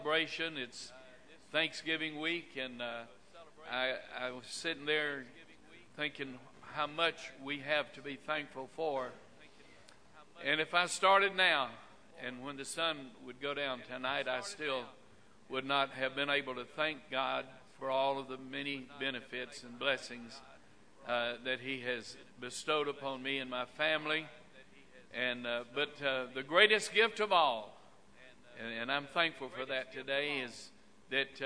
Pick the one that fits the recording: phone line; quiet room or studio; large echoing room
large echoing room